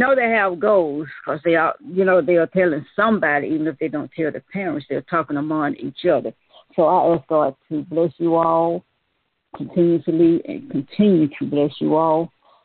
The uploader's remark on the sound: Monthly youth conference call